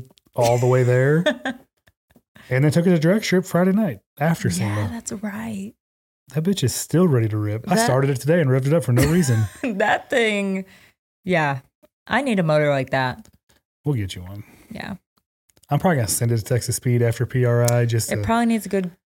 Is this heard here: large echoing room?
no